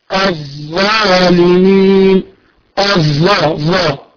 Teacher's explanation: لازم تخرج لسانك في حرف الظا